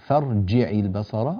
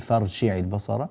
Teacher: الجيم يا بني فارجع البصر وضح الجيم لا تقول فارشع البصر هذه الجيم صارت عندك قريبة من الشين · Shown in: second take